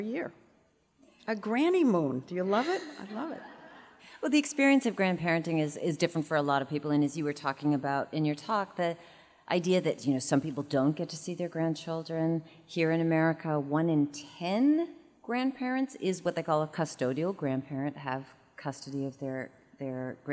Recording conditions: live audience